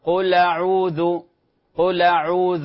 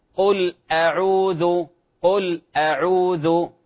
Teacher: ولا نسهل أو نخفف الهمزة في أعوذ · Shown in: second take